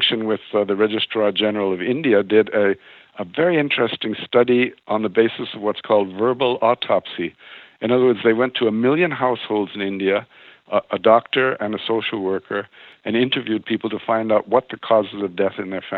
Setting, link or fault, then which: link, phone line